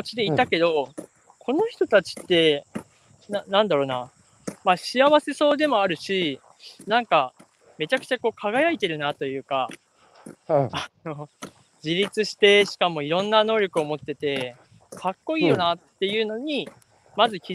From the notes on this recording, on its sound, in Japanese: 歩きながら1時間、対談する